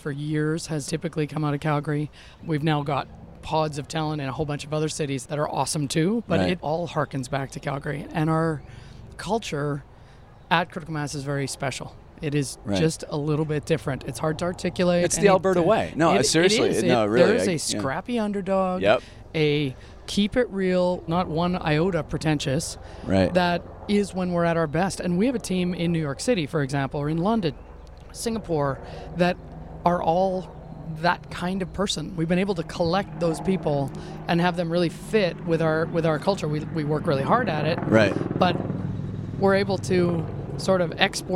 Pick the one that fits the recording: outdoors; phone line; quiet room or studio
outdoors